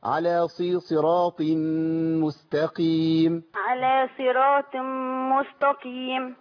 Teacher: بتقولي الصراط بالسين هي بالصاد